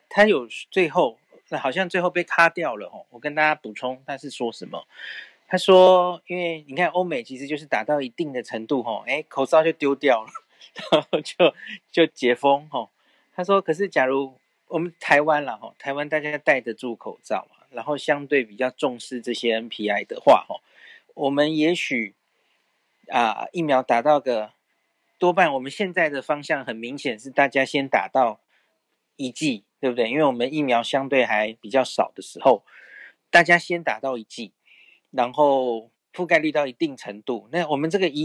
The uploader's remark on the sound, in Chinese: Clubhouse各方討論